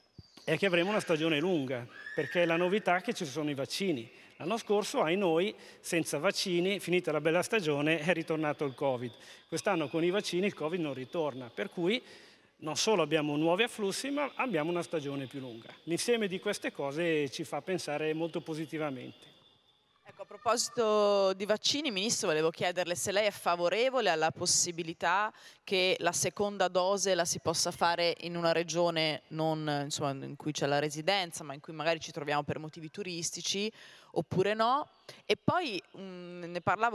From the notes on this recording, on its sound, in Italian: al Festival dell’Economia di Trento 2021